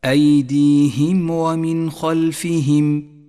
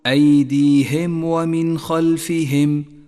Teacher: لاحظ كسرة حرف الهاء في كلمة أيديهم وفي كلمة خلفهم، واكسرها كسرا مستقيما · Shown in: first take · أي هكذا: أيديهم ومن خلفهم، وحاذر أن تقول أيديهم ومن خلفهم، فهذا خطأ شائع.